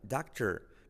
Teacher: Mira la R de doctor como se come a la vocal. Doctor. No es doctor, sino doctor.